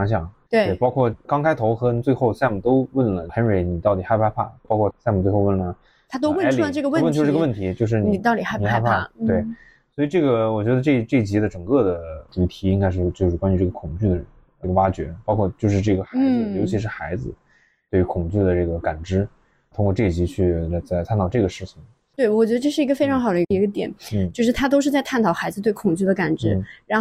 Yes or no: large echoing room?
no